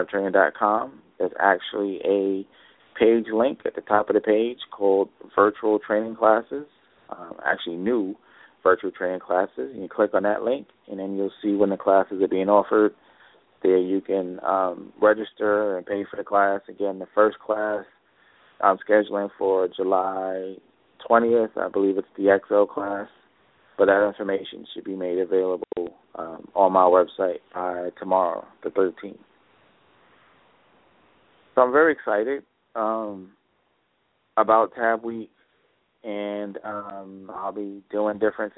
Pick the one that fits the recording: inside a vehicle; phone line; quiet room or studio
phone line